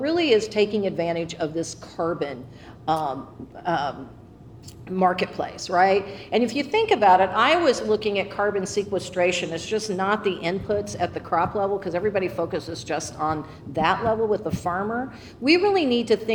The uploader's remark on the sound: live from the stage of The Englert Theatre as part of EntreFEST 2023